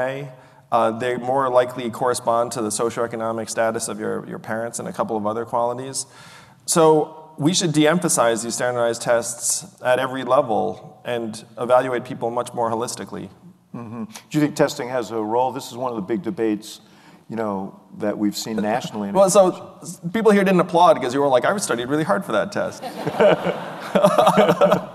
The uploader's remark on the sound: a live edition of The Axe Files